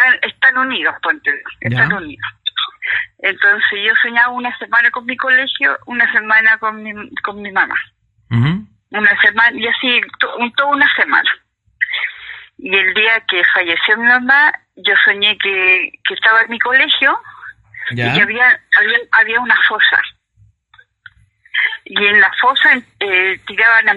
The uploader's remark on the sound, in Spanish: Como siempre con llamadas en vivo.